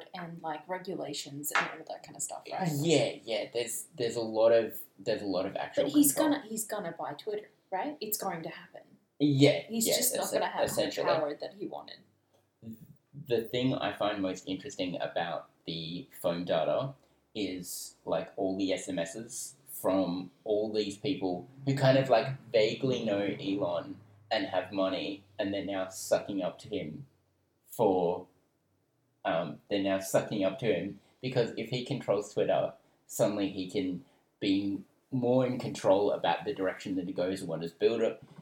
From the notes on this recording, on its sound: screws up the audio recording